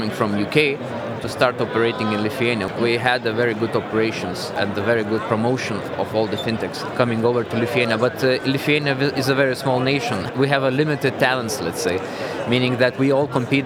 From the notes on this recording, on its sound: The second of three episodes recorded at Slush in Helsinki. We recorded a series of interviews from Remote's booth with a number of the speakers and attendees.